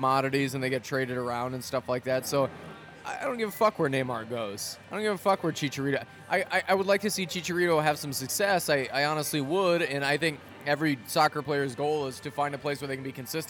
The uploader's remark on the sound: ceaselessly accosted by Arsenal fans during recording